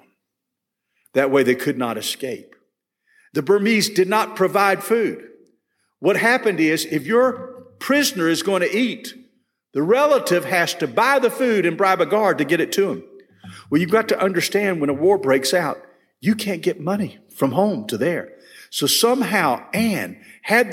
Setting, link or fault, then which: setting, large echoing room